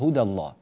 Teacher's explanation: هذه الألف من كلمة هدى التي نراها الآن، هذه الألف في الواقع هي لا تنطق في حالة الوصل لأنها ساقطة، جاء بعدها مشدد، فبالتالي سقطت هذه الألف ولا تنطق هذه الألف، هدى الله.